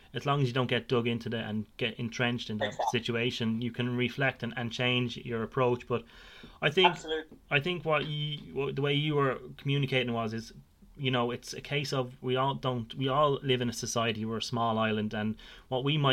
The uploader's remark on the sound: He joined me via Zoom.